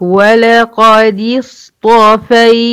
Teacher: بدخل من الدال المكسورة المرققة على الصاد المفخمة الساكنة، ولقد اصطفي بكمل بقية الكلمة بإيه، وكمل بقية الكلمة بإيه، بالترقيق.